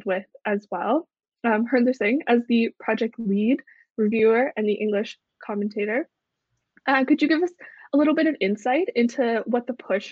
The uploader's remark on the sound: Live Webinar